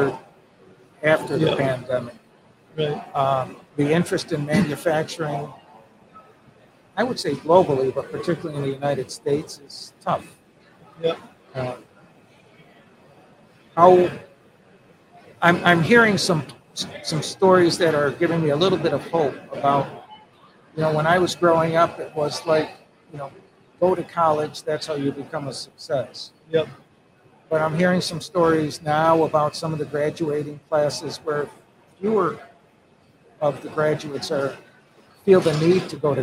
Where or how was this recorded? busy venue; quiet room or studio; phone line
busy venue